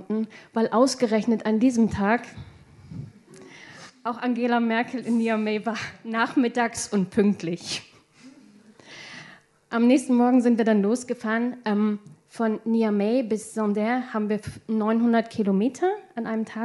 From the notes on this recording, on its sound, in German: Sechs Reporterinnen und Reporter treten zum Wettstreit an, wer am unterhaltsamsten von einer Recherche erzählen kann. Ein Mitschnitt des Realsatire Reporterslams zusammen mit piqd.de und detektor.fm.